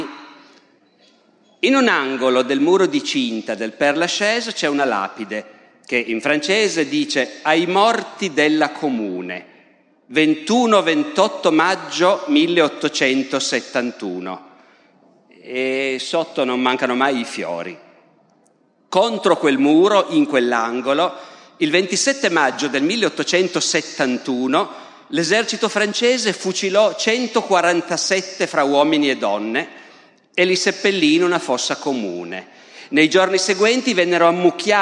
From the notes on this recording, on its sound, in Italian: Dal Festival della Mente 2021